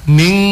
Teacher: karena hukumnya ikhfa, berarti minimal dia dua harokat. Ming itu sudah boleh.